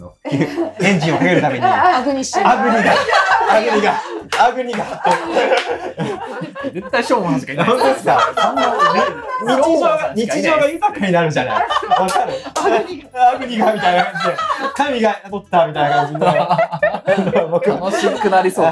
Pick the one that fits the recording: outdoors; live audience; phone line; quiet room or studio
live audience